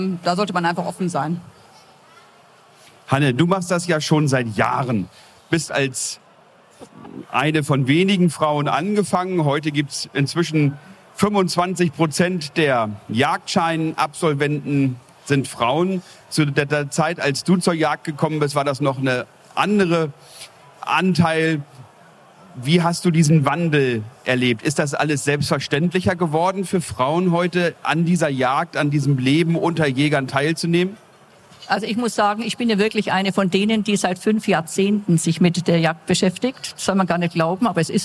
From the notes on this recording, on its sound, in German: Die Tonqualität ist einer Besuchermesse entsprechend und nicht mit den Studio-Folgen vergleichbar.